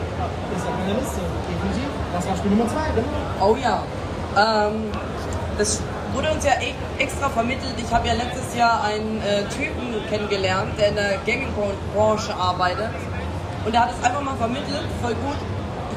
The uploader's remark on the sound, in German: LIVE auf der Gamescom 2023! Am Stand der Controller Bandits in Halle 10.2.